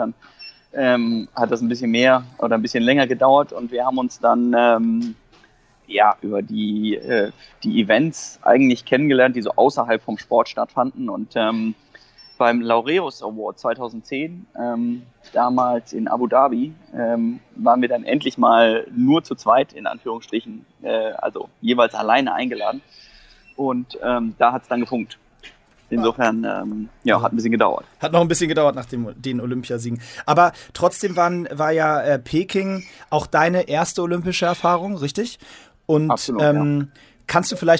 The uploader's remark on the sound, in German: Für die Podcast-Aufnahme ausgerechnet am Flughafen auf dem Weg nach Taiwan.